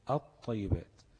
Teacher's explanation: قلبت اللام لطاء وادغمت الطاء دي في الطاء دي · Term: تضغم